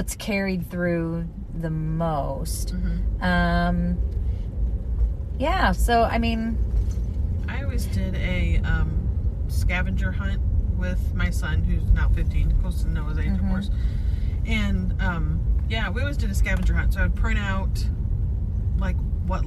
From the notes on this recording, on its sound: A ride-along (car sounds and more!). While driving through a local Christmas Light display at Our Lady of the Snows Way of Lights.